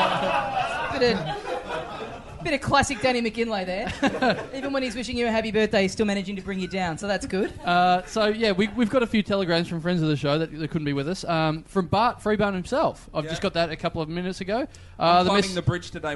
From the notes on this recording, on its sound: Recorded LIVE in the party room at Church st.